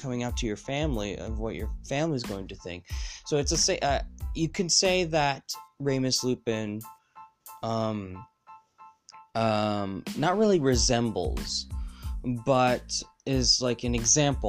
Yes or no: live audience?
no